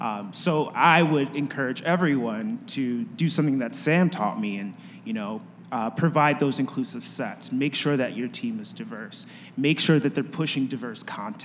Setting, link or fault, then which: setting, live audience